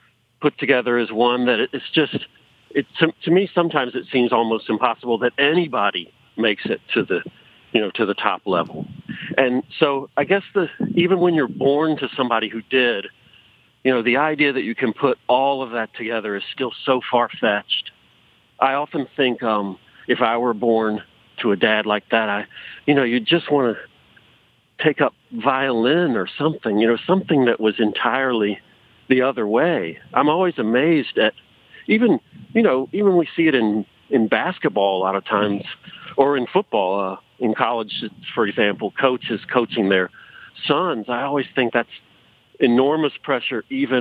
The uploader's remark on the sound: Calls.